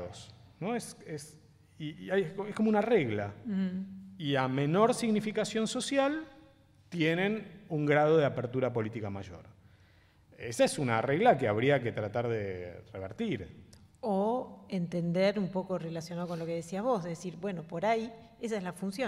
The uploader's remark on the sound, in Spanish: Con la asistencia de periodistas, estudiantes y académicos. En el histórico auditorio de Maipú 555.